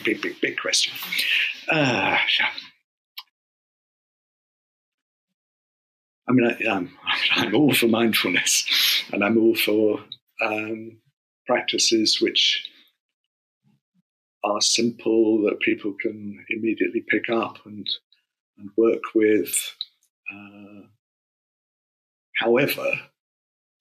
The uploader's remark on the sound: the sound quality isn’t as good as we would have liked